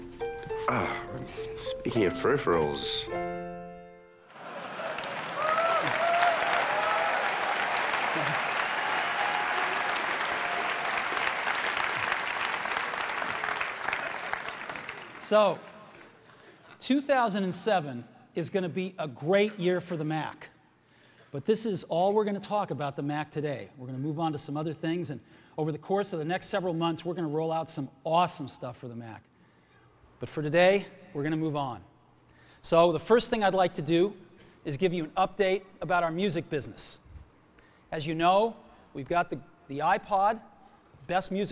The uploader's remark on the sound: Macworld San Francisco 2007 Keynote Address. Keynote address from San Francisco's Moscone West.